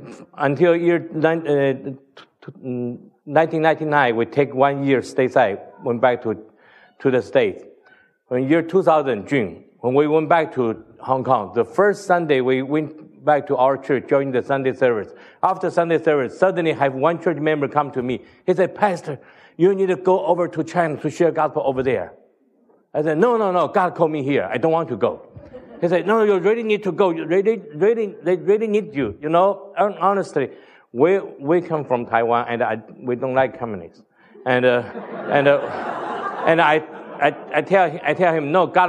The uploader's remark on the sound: Tells the T4T Story at the NoPlaceLeft conference in Sydney Australia.